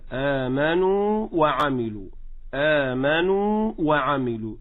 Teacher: أثبت المد بتمامه ثم أبدأ في نطق الواو · Term: حروف المد لا تدغم